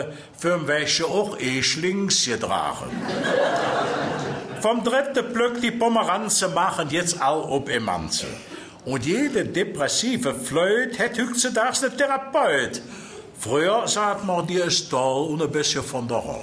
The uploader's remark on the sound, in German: Ein Großteil der vorliegenden Aufnahmen wurde "live" bei einer der letzten Lesungen vor seinem plötzlichen Tod im April 2004 mitgeschnitten. Die hörbare Begeisterung des Publikums für die kölsche Sprache.